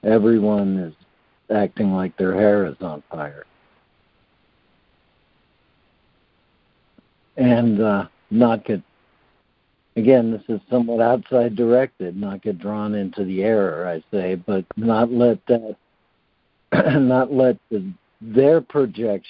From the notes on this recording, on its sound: ACIM Daily Conference Call